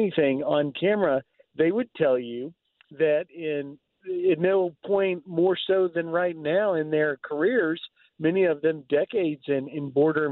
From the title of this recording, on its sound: reports live from the Southern Border